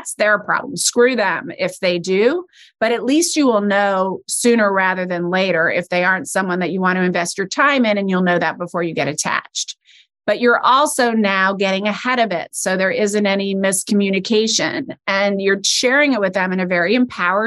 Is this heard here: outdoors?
no